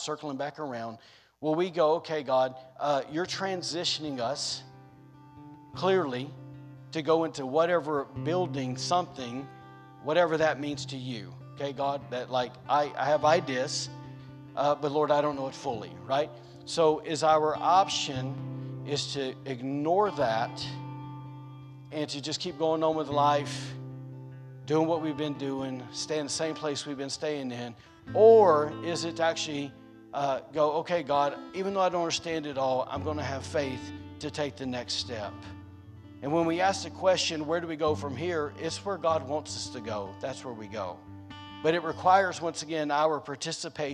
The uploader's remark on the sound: recorded on Sunday, October 10th, 2021, during service at The Anchor Church in Rockport, Maine.